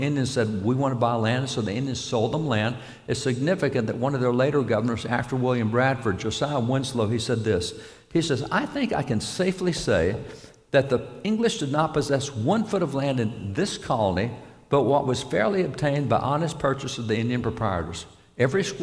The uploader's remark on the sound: Live From Life Church